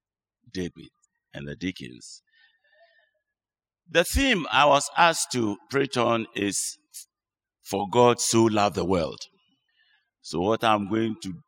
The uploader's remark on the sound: Sermon preached at CBC Shiashie Campus